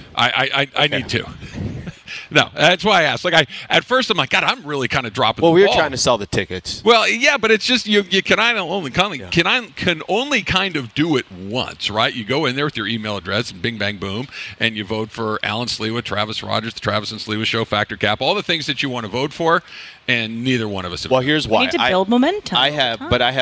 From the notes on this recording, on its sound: We're live from Commerce Casino!